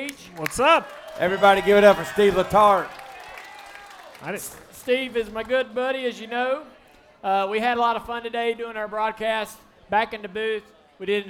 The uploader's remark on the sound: live from Ole Red on Broadway in Nashville.